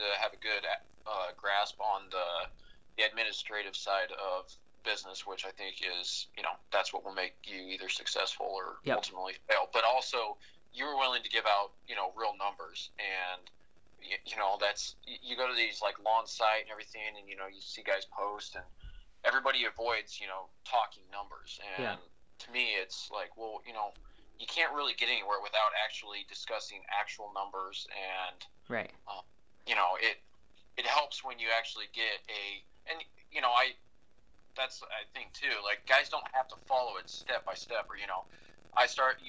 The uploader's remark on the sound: A former Marine, called in this week.